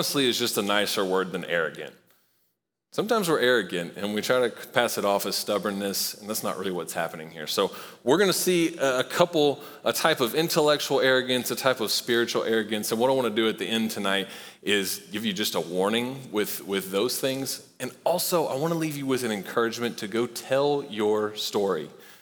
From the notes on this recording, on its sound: Recorded live at Long Hollow Church.